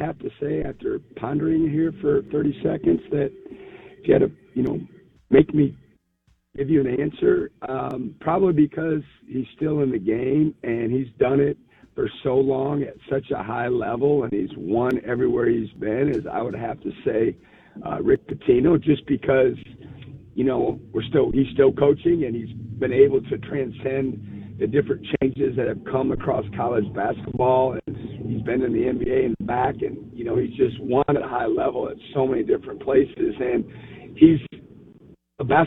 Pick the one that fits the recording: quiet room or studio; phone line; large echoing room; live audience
phone line